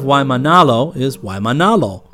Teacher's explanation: Wahini, woman, is almost wahini. Accent is on the next to last syllable.